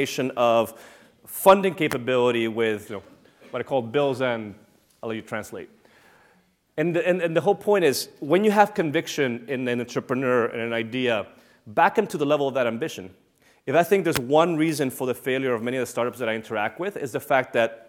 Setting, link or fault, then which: setting, large echoing room